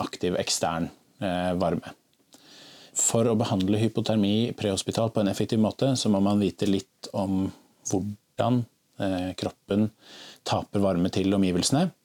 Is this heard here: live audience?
no